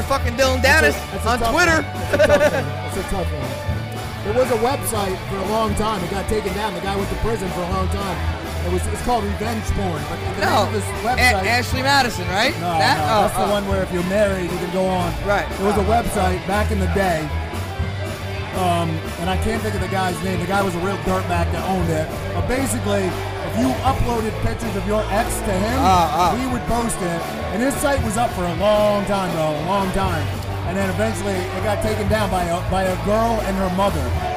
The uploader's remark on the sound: we are broadcasting live from Beacon 70 in Brick, NJ